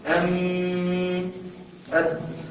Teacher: لو شلت منه غنة ما يبقاش ميم. بدليل الغنة بتخرج منين؟ الخشوم.